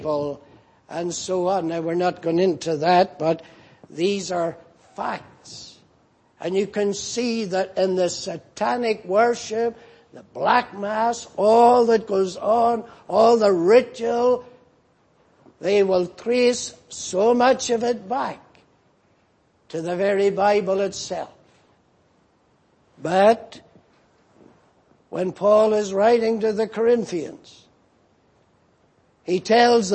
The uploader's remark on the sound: Preached in Grafton. At the Lord's Day Morning service on 31st March, 2019.